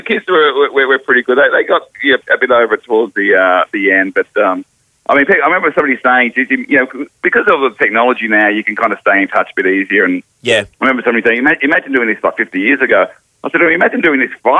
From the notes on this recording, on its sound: called through